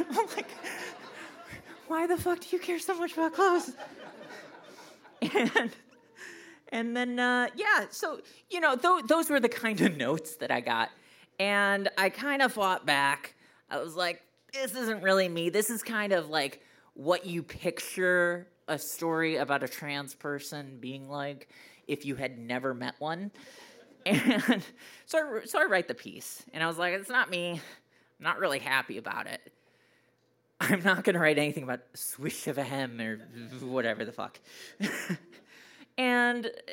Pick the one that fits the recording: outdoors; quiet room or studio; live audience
live audience